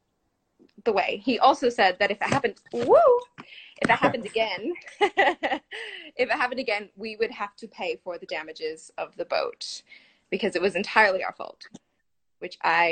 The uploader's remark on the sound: the show was recorded from its Instagram Live feed